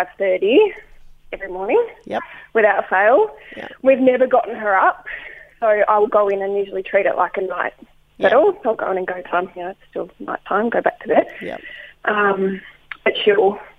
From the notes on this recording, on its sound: Takes several phone calls from mums looking for help.